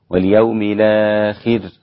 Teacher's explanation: واليوم الآخر مع ترقيق الراء طبعا وهي مرققة عند كل القراء